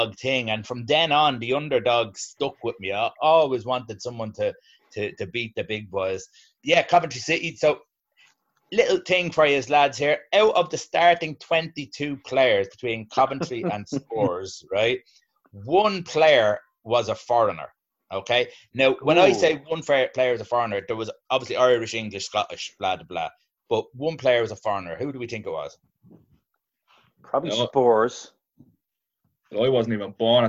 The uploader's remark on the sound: FA Cup Weekend Zoom Show.